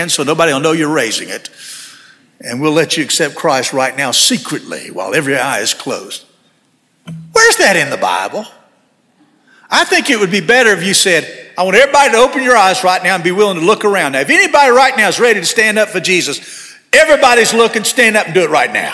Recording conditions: large echoing room